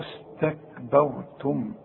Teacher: شوف استك، والبه ما نقولش استكبر، لا، كل الموضوع ده علشان الراء، كل الكلمة دي مرققة ما عدا الراء، فاحنا نرقق كل الحروف دي عند القراءة.